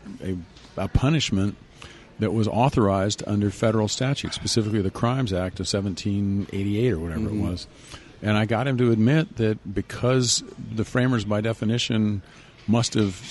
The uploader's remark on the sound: This episode was recorded at Zest in downtown SLC.